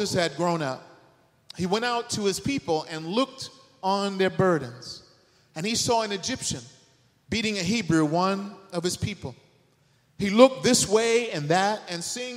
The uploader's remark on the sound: The sermon was delivered on September 17th 2023 at New City Fellowship West End. Louis, MO.